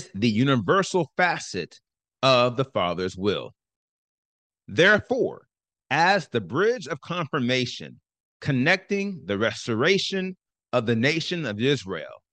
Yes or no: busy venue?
no